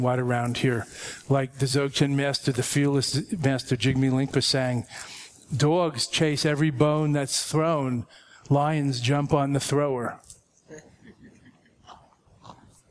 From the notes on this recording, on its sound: responds to audience questions